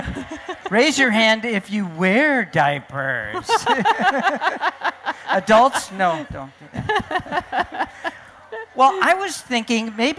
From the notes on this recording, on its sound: appear at the 2012 Library of Congress National Book Festival